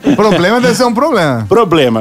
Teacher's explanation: P, B e M. Não tem como você pronunciar nenhuma dessas letras sem que você encoste um lábio no outro. · Term: bilabiais